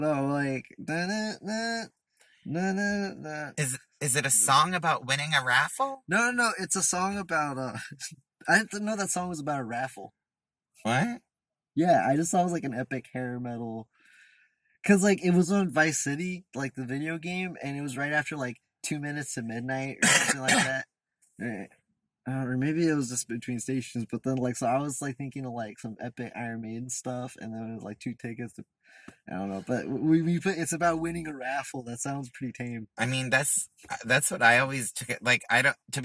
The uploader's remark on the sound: Recorded in the Sycamore tavern parking lot. Also, someone hits the car we're in while recording the podcast.